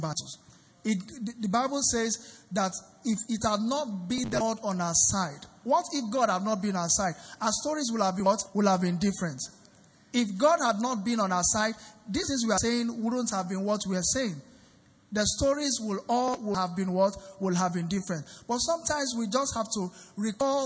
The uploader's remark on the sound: Recorded LIVE at our Interactive Service on 4 Dec 2019. Venue is Grace Assembly, Yard 158 Kudirat Abiola Way, Oregun Ikeja.